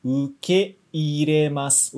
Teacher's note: O E e o I estão separados, ok? Então, esse é um caso que não é prolongamento. É simplesmente E e I separado.受け入れます OK?